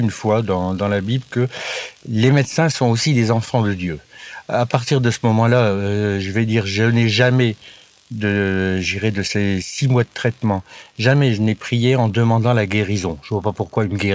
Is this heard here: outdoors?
yes